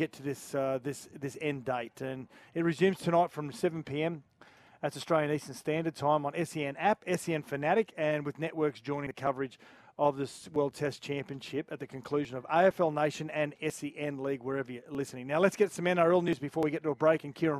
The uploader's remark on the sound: Live from Cbus Super Stadium ahead of the round 15 clash between the Titans and Tigers.